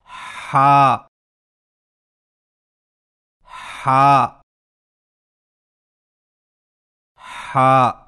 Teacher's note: हा की आवाज हलक से रगड़ खाती निकलती है, जैसे हा हा हा।